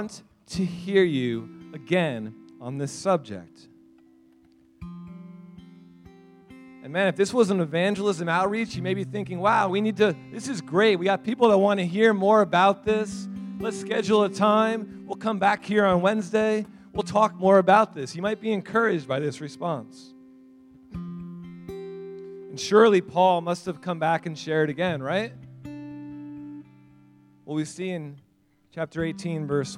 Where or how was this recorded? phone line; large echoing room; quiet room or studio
large echoing room